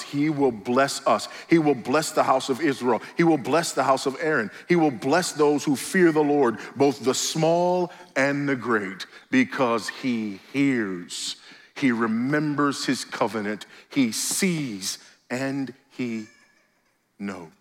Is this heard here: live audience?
yes